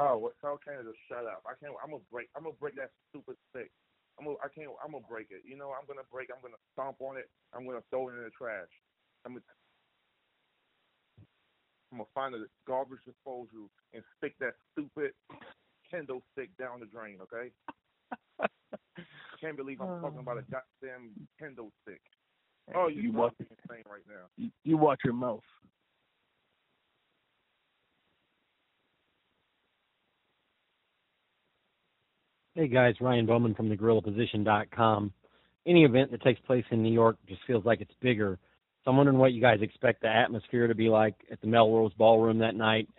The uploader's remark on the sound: Media Teleconference Interview